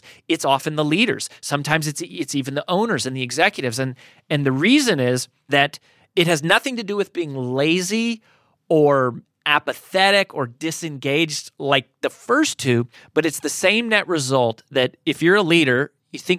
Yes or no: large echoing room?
no